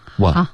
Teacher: 你的 one 的开头有一点鼻音了 one 这个不要 OK，就只是口腔的音